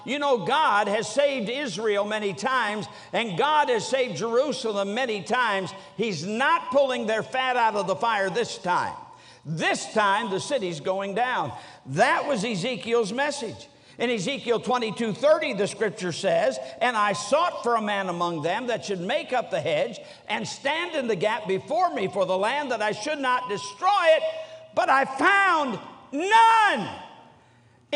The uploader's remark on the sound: During the Tuesday Evening service of the 47th Annual Stewardship and Missions Conference on October 17, 2023, at North Valley Baptist Church in Santa Clara, California.